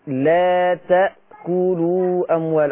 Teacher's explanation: خلي بالك من الهمزة ساكنة